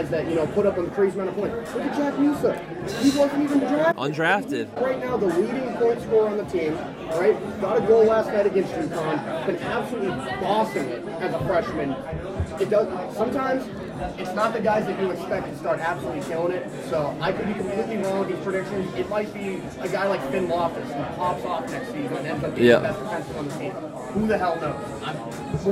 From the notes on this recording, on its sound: Coming to you LIVE from the Hangar Pub and Grill in Amherst before the "Chill the Bill" game against UConn.